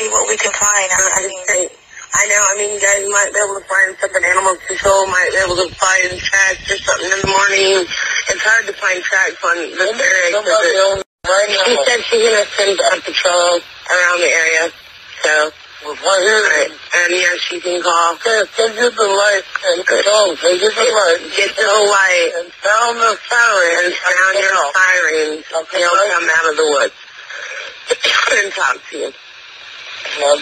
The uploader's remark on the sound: San Antonio police have released a 911 dispatch call reporting a Bigfoot sighting. The audio recording between a dispatcher and the homeless couple lasts more than eight minutes.